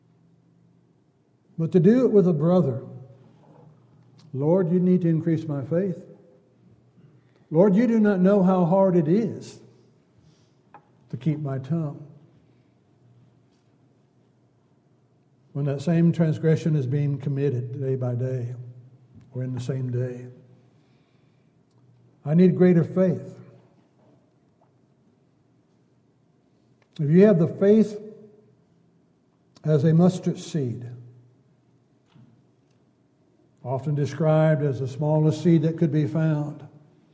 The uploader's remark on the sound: Downtown Church Of Christ Audio Sermon